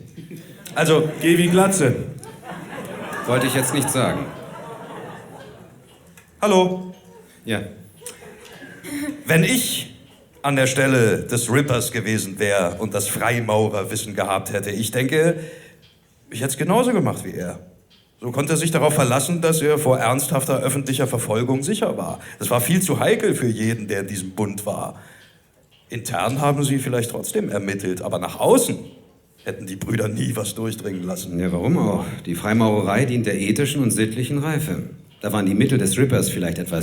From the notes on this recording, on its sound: Live in Berlin